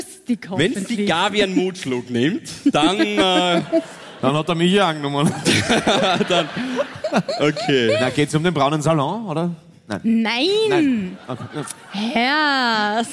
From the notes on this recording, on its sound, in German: Hier kommt die LIVE Aufzeichnung vom 27.11.2023 aus Leonding - natürlich nur die erste Hälfte.